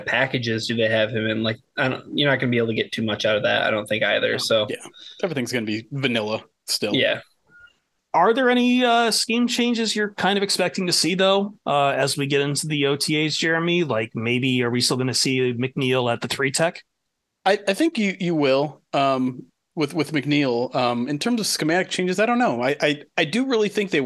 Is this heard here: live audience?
no